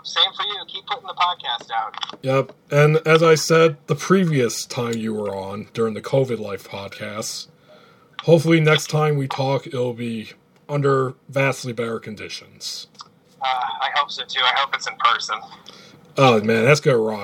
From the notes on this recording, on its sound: Along with his dank wind chimes. Recorded via phone in Grand Rapids, Michigan, on Saturday, October 17th, 2020.